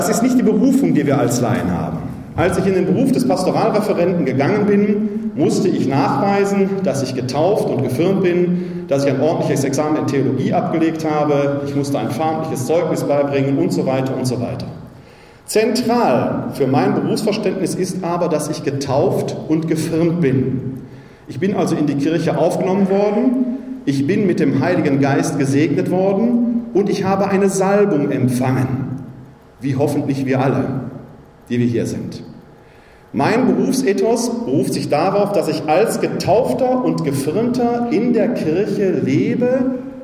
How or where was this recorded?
live audience